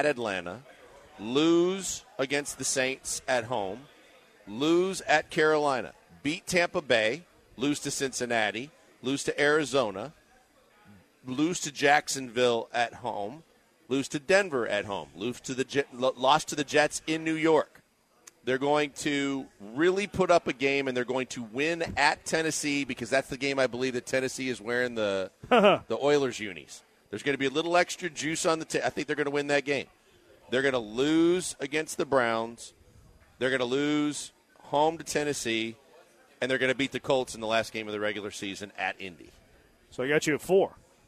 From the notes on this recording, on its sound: LIVE from East River 9 in East Downtown!